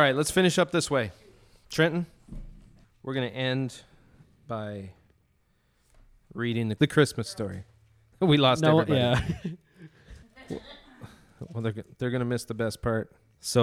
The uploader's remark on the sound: a small live recording of their 50th podcast